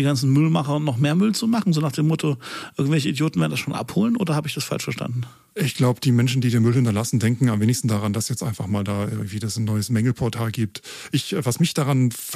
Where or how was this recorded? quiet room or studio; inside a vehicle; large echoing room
quiet room or studio